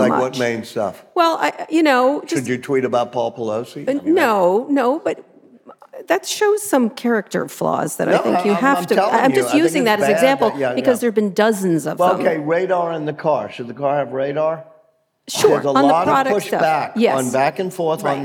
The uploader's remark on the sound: Taped in front of a live audience at the New Orleans Book Festival.